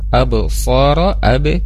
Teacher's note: Kemudian di wal absar ada alif lam komariah, absar ab ada kolkolah sugro